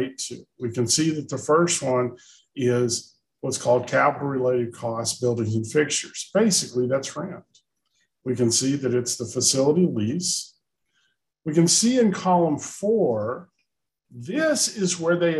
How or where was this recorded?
video call